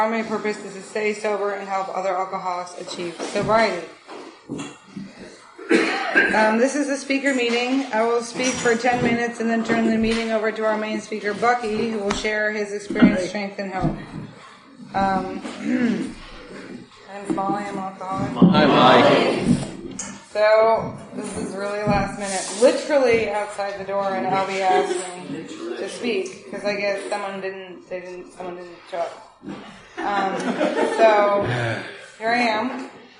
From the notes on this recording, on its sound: recorded in 2009 at the North Oakland AA Open speaker meeting held in Oakland California